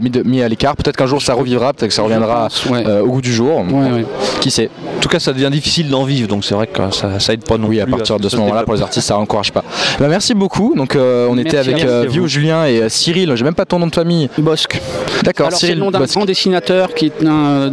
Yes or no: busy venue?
yes